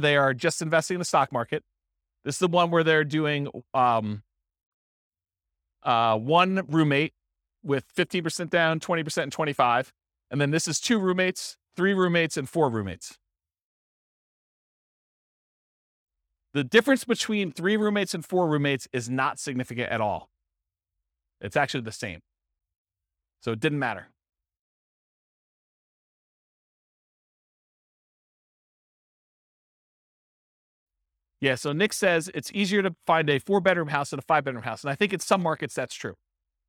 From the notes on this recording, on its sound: This was a live class recorded